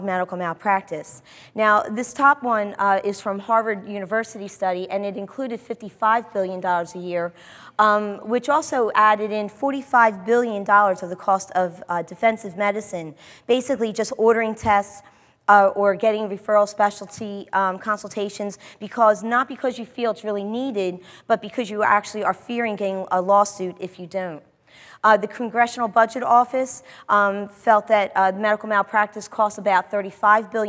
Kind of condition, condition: setting, live audience